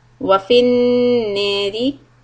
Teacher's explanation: Hold the noon and the ra kasra soft.